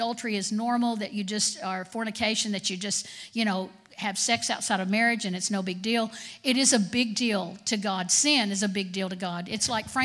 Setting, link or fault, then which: setting, large echoing room